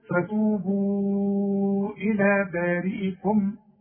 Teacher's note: فتوبوا عندي شرط عريضة فوق فتوبوا. إذا وصلت أمد أربع حركات علشان بعده همس